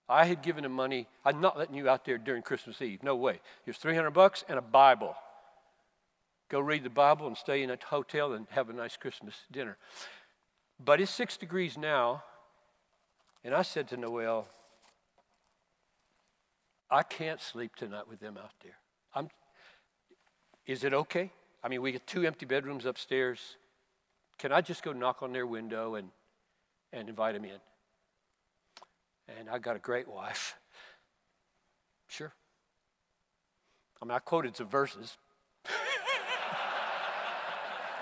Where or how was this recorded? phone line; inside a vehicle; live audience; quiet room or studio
live audience